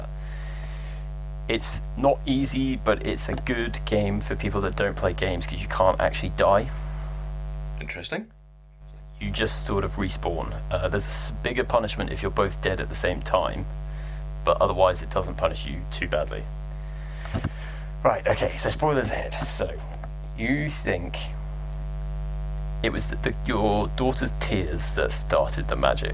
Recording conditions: hum or buzz